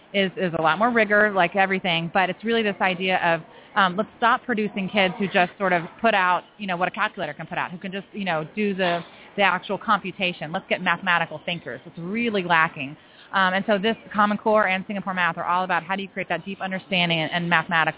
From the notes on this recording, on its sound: We will be broadcasting LIVE from the SDE Conference in Las Vegas.